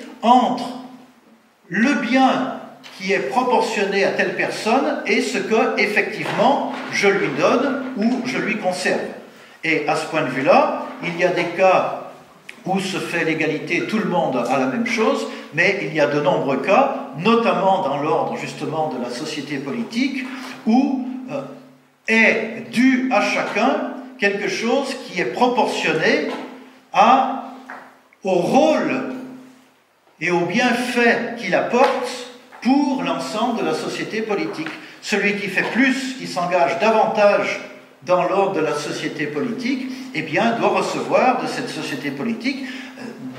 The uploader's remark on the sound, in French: Conférence donnée en août 2014 à l'université d'été Academia Christiana